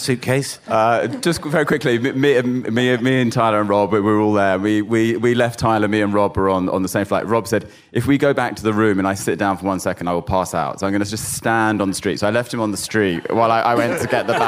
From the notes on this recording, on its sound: From the Monocle Quality of Life Conference. Answer audience questions from every corner of the globe.